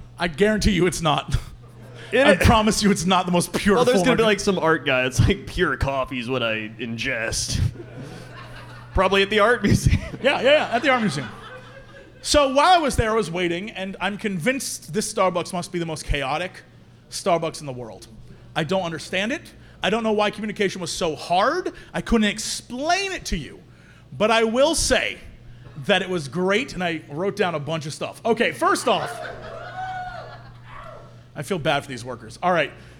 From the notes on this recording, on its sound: return to Chicago once again for a live show